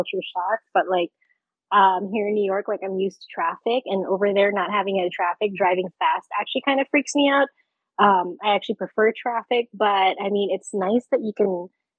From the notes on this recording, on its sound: Why is the audio misbehaving? Is it time to get a new Zoom audio recorder? This is probably the last episode recorded via the “Zoom H6 6-Track Portable Recorder” that The Stuff and Junk Show have been using for 8 Years now.